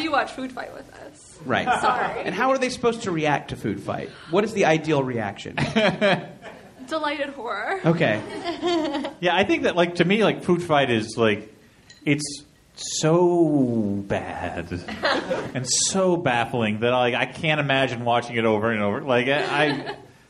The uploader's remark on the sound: Recorded live from Very Very Fun Day in Chicago at Thalia Hall.